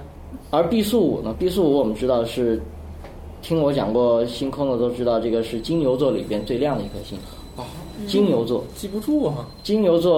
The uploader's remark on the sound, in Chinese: 本期节目为在张大妈办公区用录音笔录制，可能有街道上的杂音，请见谅。